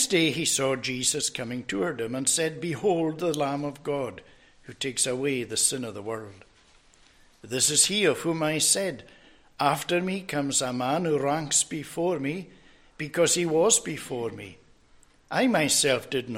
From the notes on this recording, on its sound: recorded at North Harris Free Church on the morning of Sunday, 7th January 2024